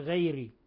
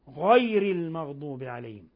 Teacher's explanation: ولا بد من تفخيمها لما فيها من الجهر والاستعلاء · Shown in: second take · Term: تفخيم الغين